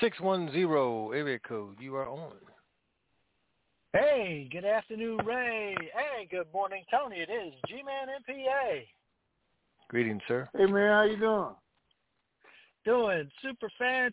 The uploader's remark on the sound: TNTSuperfantastic Conference Call.